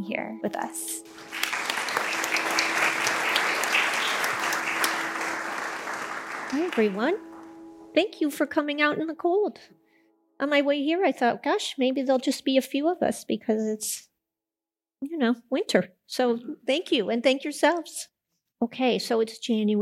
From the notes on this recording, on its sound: The Rubin Museum of Art presents a weekly meditation session led by a prominent meditation teacher from the New York area. This podcast is recorded in front of a live audience.